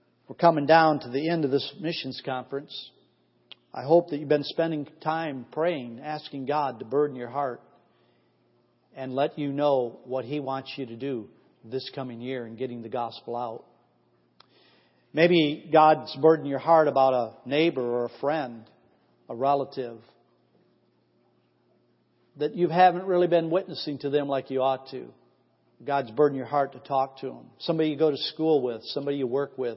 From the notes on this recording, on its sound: Missions Conference 2014 Sunday AM Service